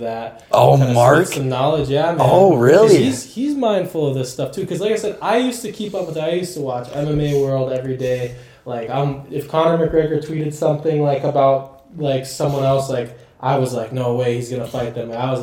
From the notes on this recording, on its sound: The audio to this podcast got messed up towards the end so I had to cut some of it short